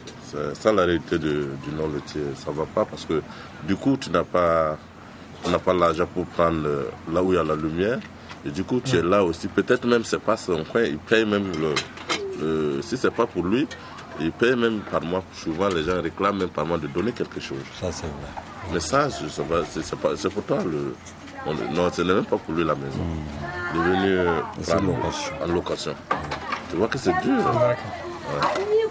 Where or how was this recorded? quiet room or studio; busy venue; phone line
busy venue